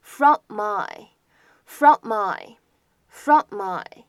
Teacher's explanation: 当 from 和 my 出现在一起，你可以做一个连读，或者我们说只发一个鼻音都可以